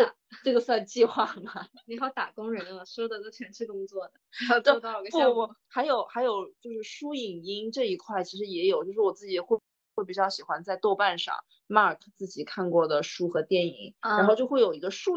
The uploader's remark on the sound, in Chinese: 本期节目为线上录制，音质稍有瑕疵望大家谅解。